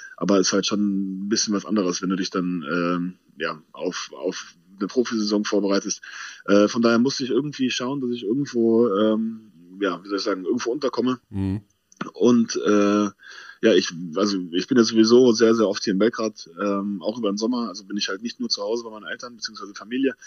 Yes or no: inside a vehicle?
no